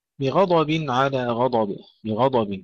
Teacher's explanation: تفخيم الغين والضاد هنا، بغضب ننتبه إلى تفخيمها جيدا